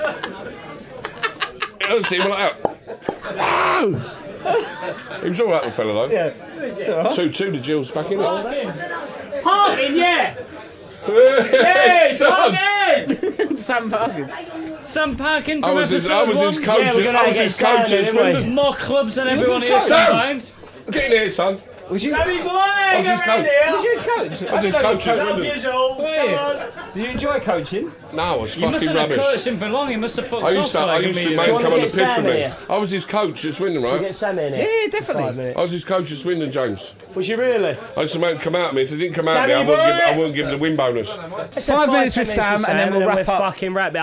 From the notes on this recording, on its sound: Pub in Crayford was always going to be difficult to contain. Thankfully, we managed to piece together something vaguely resembling a podcast but most of it was completely un-broadcastable. Honestly, it was like herding (inebriated) cats.